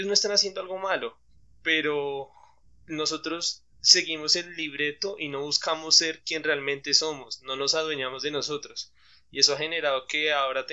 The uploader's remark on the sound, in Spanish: Problemas con el audio, disculpen las molestias.